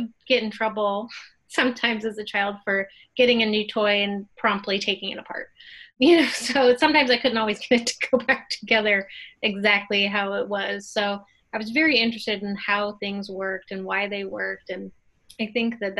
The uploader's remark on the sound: In this episode of Inside the Box, we Zoomed